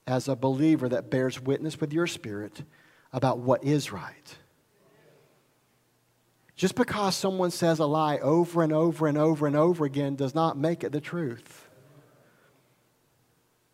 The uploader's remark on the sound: recorded at Highland Baptist Church, Molino, FL